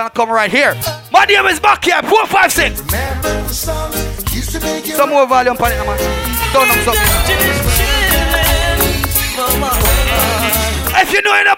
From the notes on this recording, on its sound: Live from the Blue Caribbean in Baltimore